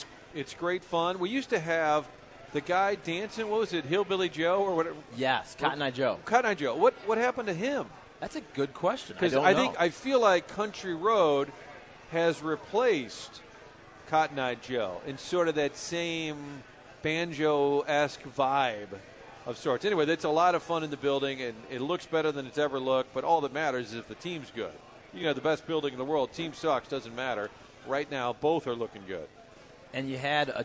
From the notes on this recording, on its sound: Broadcasting live from the Social Bar and Grill.